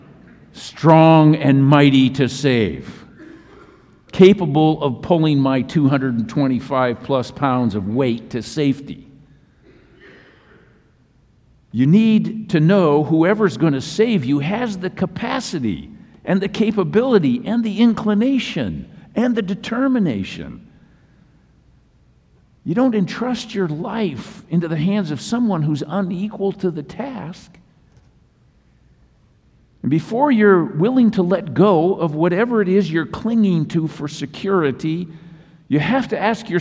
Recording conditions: large echoing room